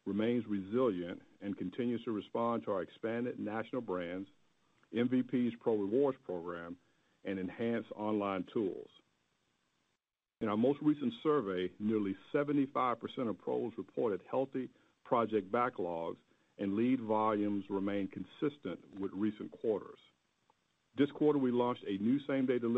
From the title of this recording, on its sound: Q2 2023 Earnings Conference Call